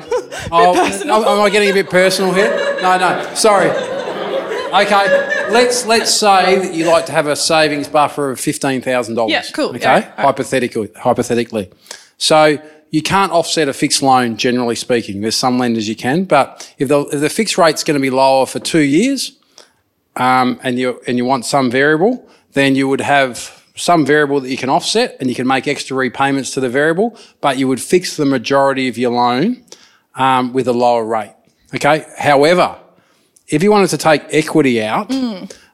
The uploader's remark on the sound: We recorded this speedy lil express ep. At our live show in Melbourne.